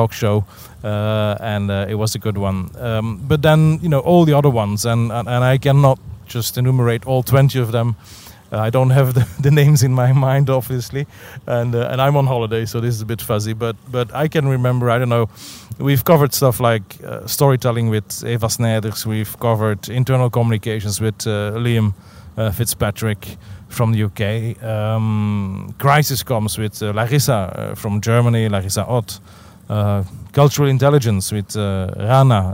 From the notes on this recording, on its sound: Although I am on holiday. I brought my iPhone and my add-on microphone and recorded this episode while sitting on the dock of the bay.